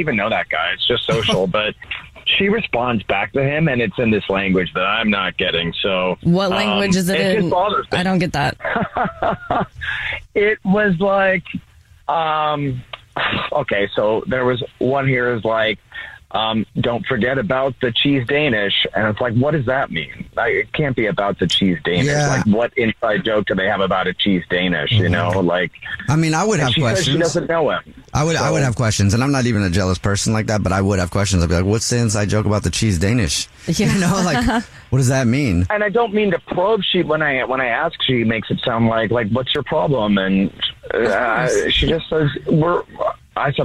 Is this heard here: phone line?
yes